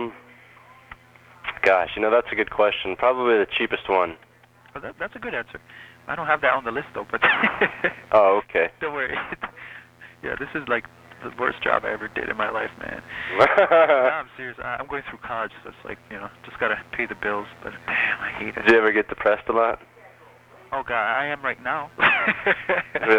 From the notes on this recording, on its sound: Personal Prank Phone Calls Collection.